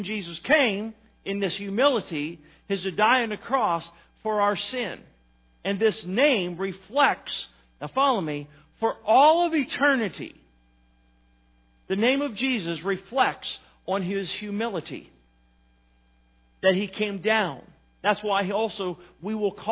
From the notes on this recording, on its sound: Sermon was recorded December 09, 2018 at Northside Baptist Church of Elkhart, Indiana